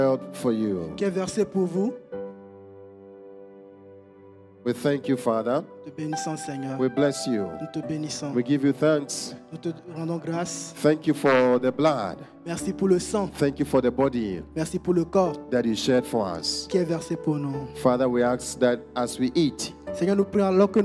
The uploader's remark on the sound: Preached during Joyful Hour Sunday Service